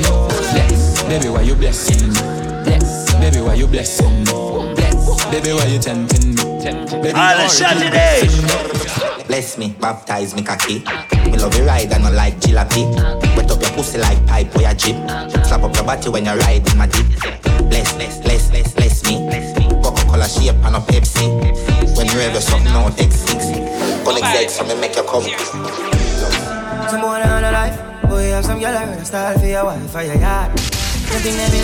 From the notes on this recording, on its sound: live audio recording of my set at island saturdays on November 12th